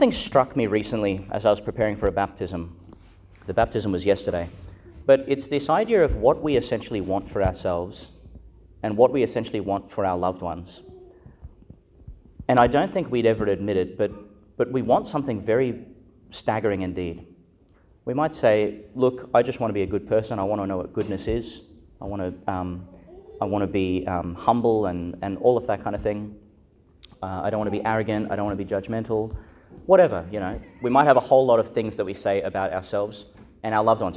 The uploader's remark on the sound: Homily for the Solemnity of the Most Holy Trinity, delivered (at the morning Mass) in Our Lady Star of the Sea Catholic Church, Gladstone, Qld.